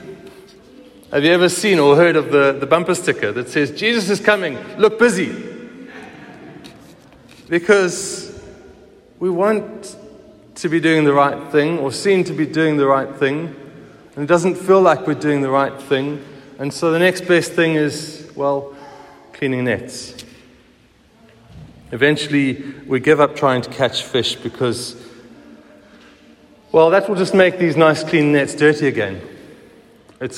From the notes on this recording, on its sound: Recorded at the 9:30am service on Sunday 2nd July 2023